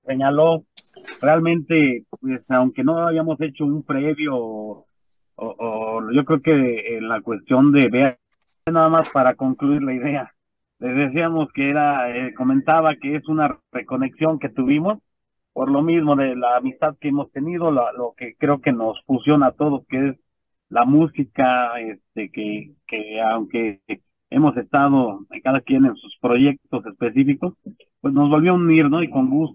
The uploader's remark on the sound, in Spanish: Charlamos vía zoom